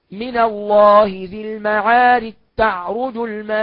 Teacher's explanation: لو وصلنا هيدغم الجيم في التاء · Term: إدغام الجيم في التاء